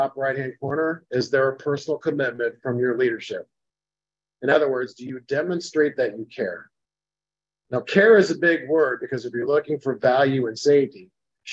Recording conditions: video call